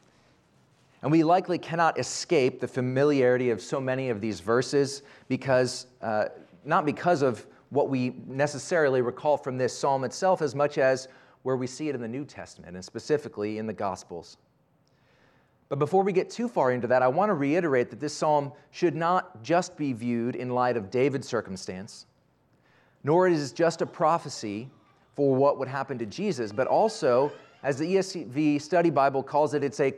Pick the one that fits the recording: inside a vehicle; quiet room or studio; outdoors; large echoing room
large echoing room